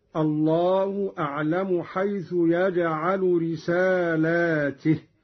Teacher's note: قرأ قالون بمد اللام وكسر التاء هكذا: الله أعلم حيث يجعل رسالاته.